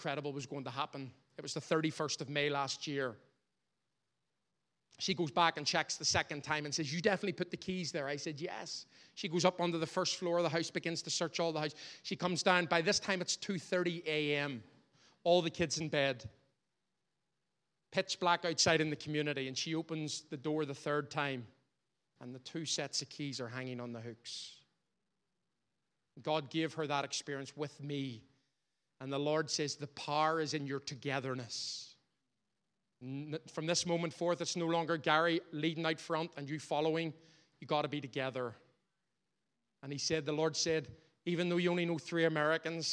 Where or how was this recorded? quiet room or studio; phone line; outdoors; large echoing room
large echoing room